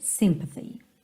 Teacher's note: A sílaba tônica é a primeira.